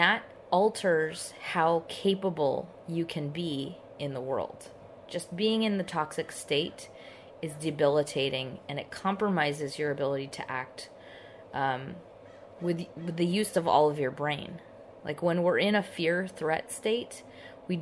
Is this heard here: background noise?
yes